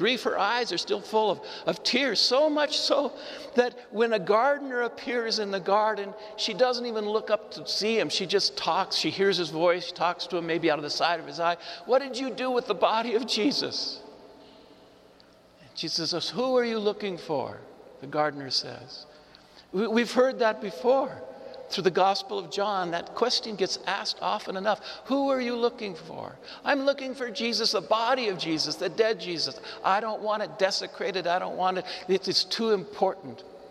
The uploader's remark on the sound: This Easter lmorning homily was preached to the Saint Francis Catholic Community of Cuenca in the Iglesia San Francisco, Cuenca, Ecuador.